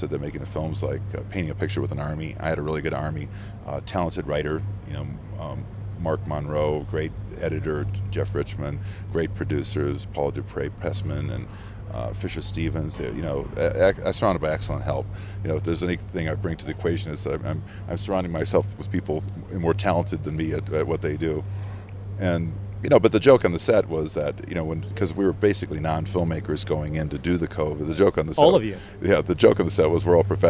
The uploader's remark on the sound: Recorded at the Mountain Film Festival in Telluride.